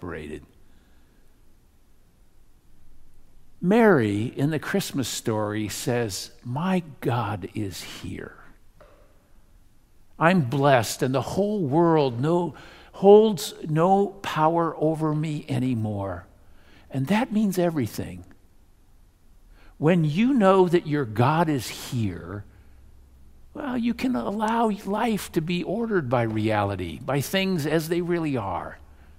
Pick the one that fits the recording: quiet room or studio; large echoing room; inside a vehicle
large echoing room